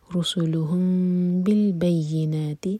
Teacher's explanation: رسلهم بالبينات، رسلهم کا میم M T ہے، اس کے بعد با تو اخفاء شفوی، میم کو ہولڈ کریں گے اور پھر با پڑھیں گے لیکن ہوٹوں کو ٹائٹ بند نہیں کریں گے